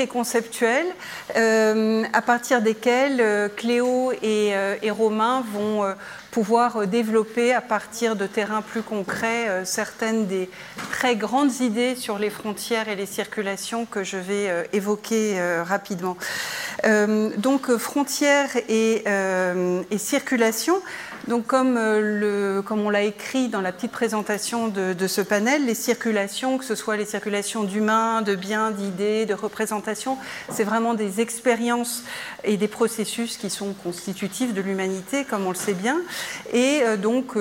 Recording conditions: busy venue